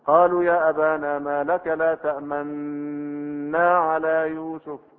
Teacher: يقرأها إدغاما محضا بدون إشارة ولا اختلاس حركة · Term: الإدغام المحض